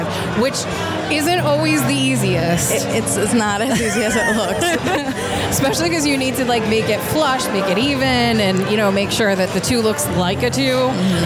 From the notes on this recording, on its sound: As we celebrate the 125th Anniversary of Masonic Village at Burlington with LIVE interviews during the Gala event.